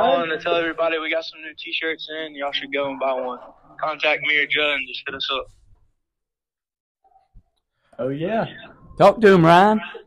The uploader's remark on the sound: DAWG FOOTBALL WEEKLY goes to the phones. In this episode we hear from our loyal fans regarding the national championship and their takes on the game.